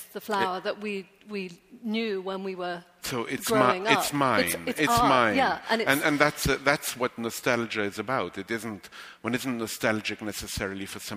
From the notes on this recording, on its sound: LIVE from the NYPL